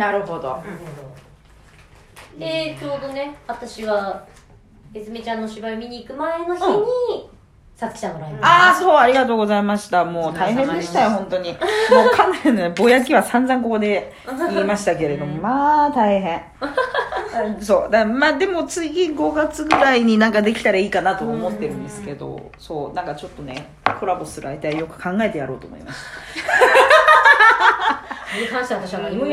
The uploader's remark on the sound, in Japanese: 酉の市あとのドタバタ収録。そんな酉の市後に収録をしたので、モグモグガサゴソしながら まったりトークです。ドタバタと収録場所が後半移動になった。